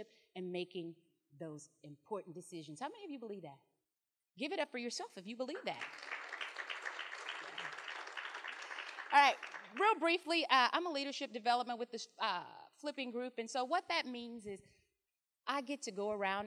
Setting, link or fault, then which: setting, live audience